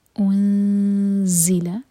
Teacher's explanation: انزل، حمزہ پر ضمہ کے لیے ہمارے ہوٹ گول ہوں گے، لیکن جب ہم اخفا کرنے لگیں نون پر پہنچیں تو ہمارے ہوٹ فلیٹ ہو جائیں، اور زا کے لیے زبان تیار، اور دو سیکنڈس کا ٹائم. انزل، اور زا ہمیشہ بزنگ ساؤنڈ کے ساتھ ہوتا ہے